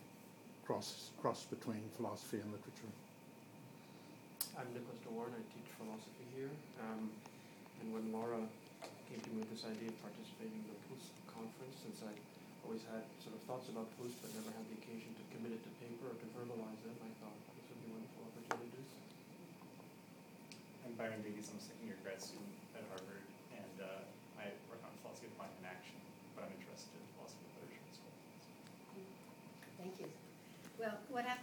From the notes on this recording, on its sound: April Vacation Bonus: Proust and Philosophy Conference at Wellesley College. Part 1: Short Intro (audio sketchy).